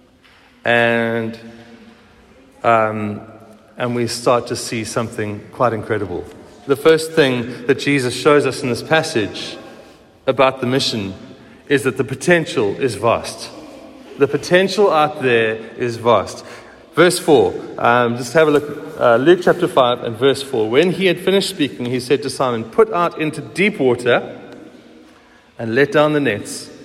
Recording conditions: large echoing room